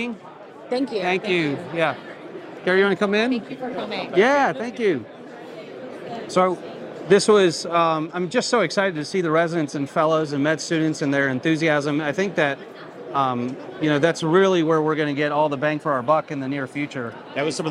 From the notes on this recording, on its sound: Live from ASRA-PM Fall 2023. Live from the Exhibit Hall.